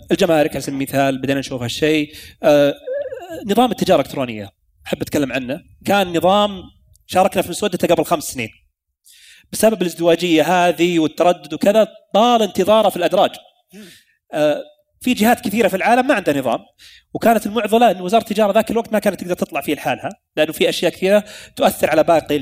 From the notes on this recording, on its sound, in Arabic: تسجيل لجلستين من عصفورية المحور الثاني، والي أقيمت على هامش زدإكس في واجهة الرياض